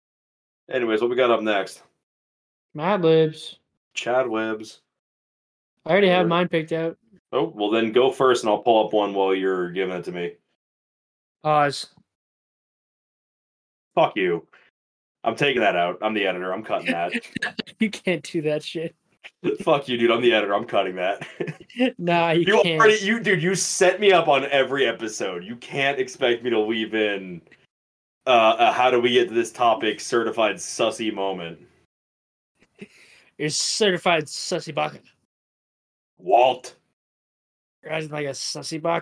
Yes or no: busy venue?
no